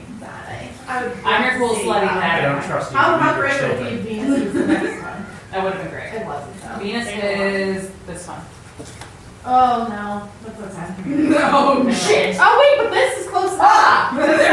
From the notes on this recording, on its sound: Prom Night Live Show. We decided to share the live & uncut Prom Night recording with you! Add some singing and audience participation in the mix.